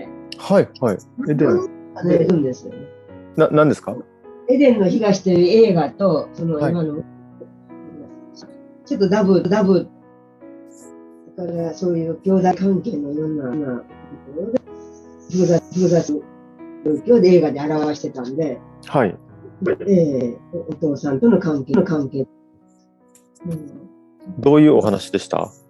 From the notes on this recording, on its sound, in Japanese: すこし、音声は悪いかもしれませんが